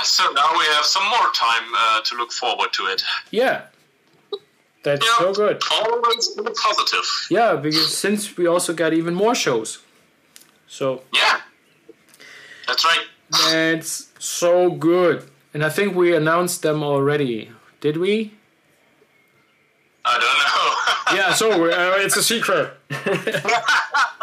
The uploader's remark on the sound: Having a little rendezvous via phone. Minor technical difficulties for the first minutes (Crackling).